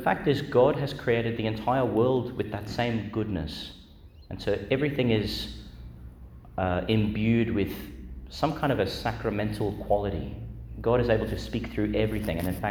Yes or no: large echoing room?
yes